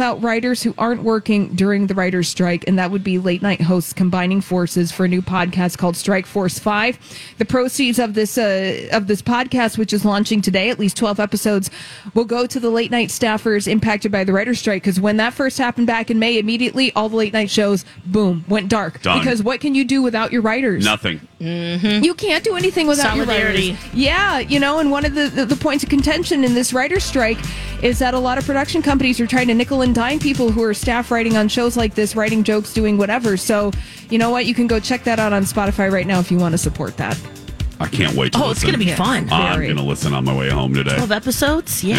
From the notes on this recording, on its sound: At The MN State Fair.